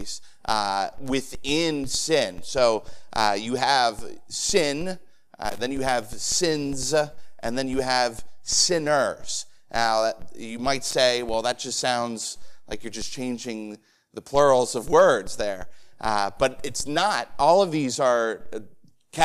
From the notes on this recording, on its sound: Sermon preached on Sunday Evening on June 18, 2023. At the First Baptist Church of Easton.